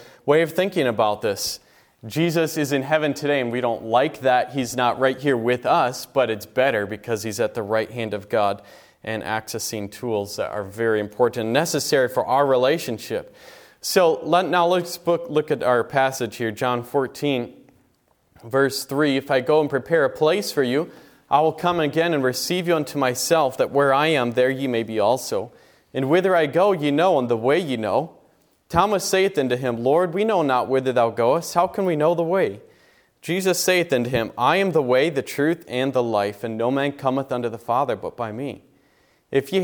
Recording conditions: large echoing room